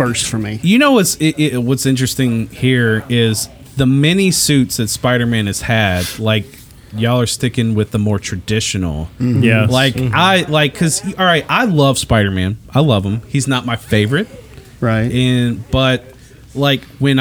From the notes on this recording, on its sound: we were live at StarBase 1552 Comics in Franklin, TN